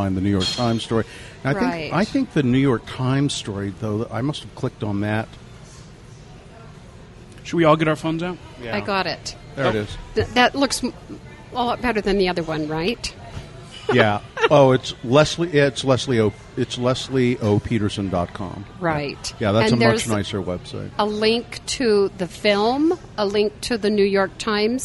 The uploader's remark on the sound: This episode was recorded at Taqueria 27.